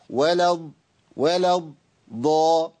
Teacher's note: ماشي، بس خد بالك بقى، لو أنت قلت ولا ضاء أنت عايز تخلص اللام من إيه؟ من الضاد المفخمة المطبقة المستعلية القوية